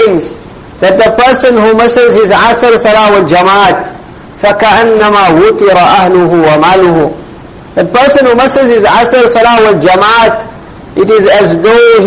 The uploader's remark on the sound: Jumuah lecture at May Street masjid